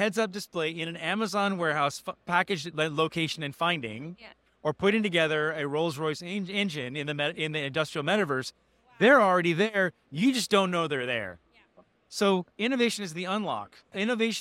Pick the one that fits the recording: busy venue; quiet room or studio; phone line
busy venue